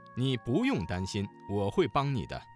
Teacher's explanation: 不字在四声之前变成了二声